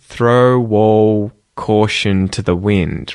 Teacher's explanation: And also that because there's a C sound, a K, after the L's in the word all caution, the L's in all actually turn into a dark L. So you won't hear it like an L sound.